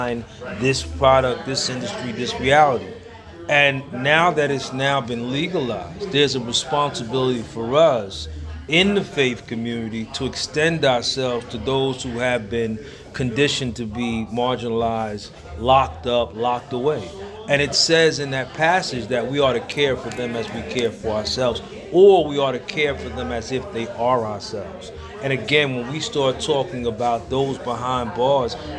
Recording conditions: busy venue